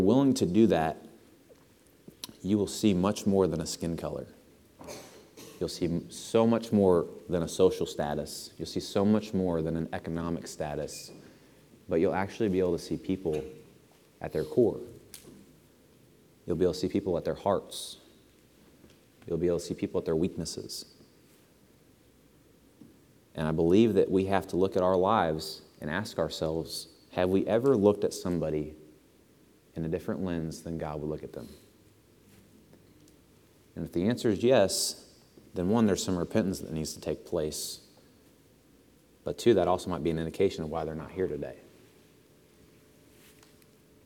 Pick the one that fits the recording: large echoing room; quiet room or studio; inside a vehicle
large echoing room